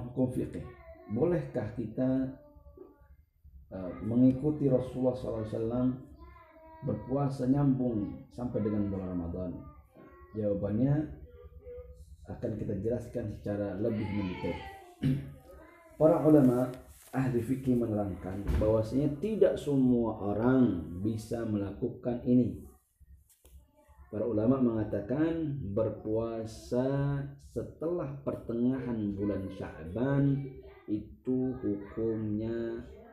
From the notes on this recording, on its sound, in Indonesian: Melalui rekaman phone seluler dari rumah (Kajian From Home).